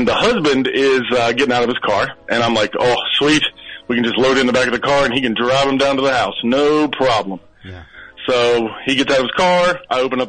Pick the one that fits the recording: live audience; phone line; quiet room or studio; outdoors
phone line